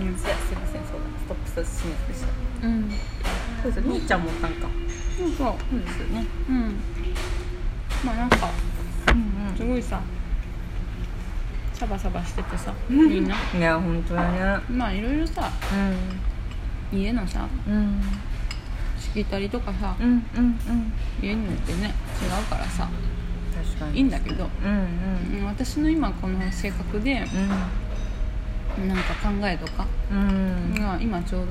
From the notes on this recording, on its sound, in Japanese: お腹空きすぎて、眠すぎるわたしたちは誘われるようにやよい軒へ。とり天と油淋鶏をハムハムしながら収録してるよんっ。